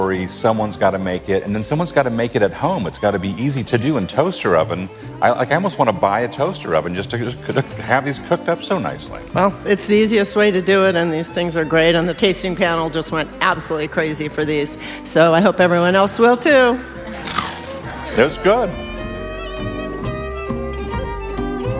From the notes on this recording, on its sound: We come to you live (well, we recorded it live) from the Trader Joe’s Annual Captains Meeting. Every year, we gather every Captain from every Trader Joe’s across the country together.